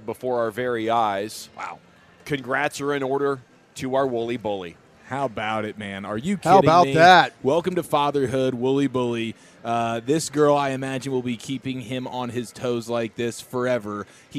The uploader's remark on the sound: Live from Rangers Spring Training.